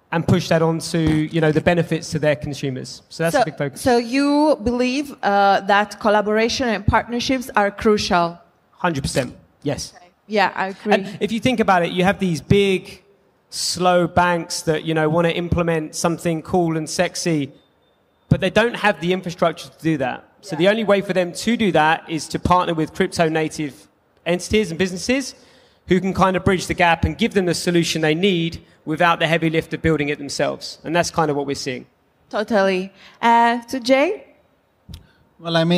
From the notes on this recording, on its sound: Panel Discussion at Cryptoexpo 2023 edition.